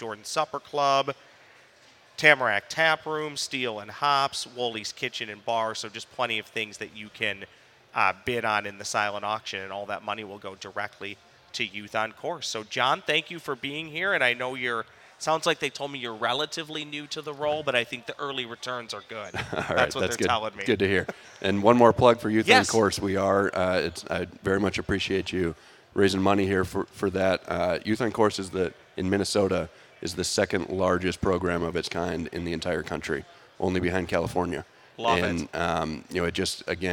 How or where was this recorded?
busy venue